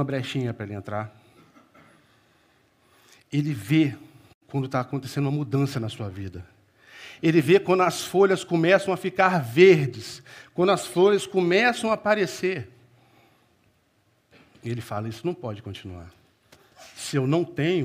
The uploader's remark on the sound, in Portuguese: Culto Celebração Manhã